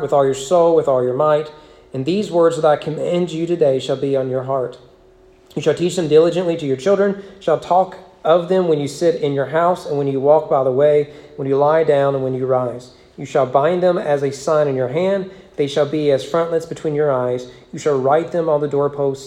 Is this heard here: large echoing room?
yes